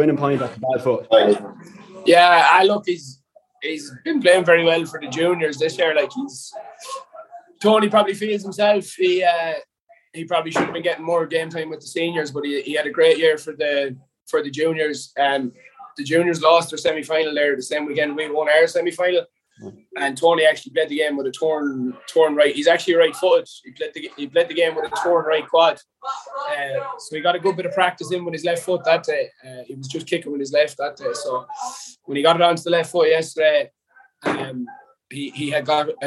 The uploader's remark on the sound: perched in Anthony Beirne's bar in Strokestown, where the Monday club celebrations were in full swing